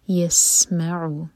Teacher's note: سین پر سیٹی والی آواز، عین حلق سے